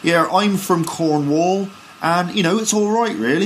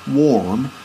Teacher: So you can hear there in the Cornish accent, the R sound is rounded